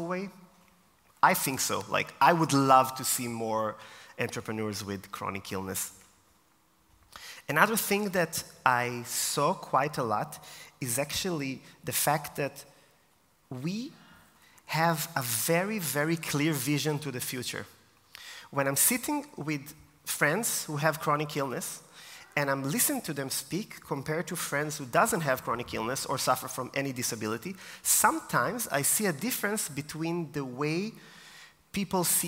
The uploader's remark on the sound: Taken from my keynote at DisAbility Confidence Day 2023 in Vienna.